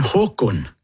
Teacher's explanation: Og så til slutt så kunne jeg tenke meg å si at dette med tonelag også er dialektalt, og der har jeg jo et superaktuelt eksempel, fordi at vår nye konge hos meg, så heter han Håkon, og det er tonelag 1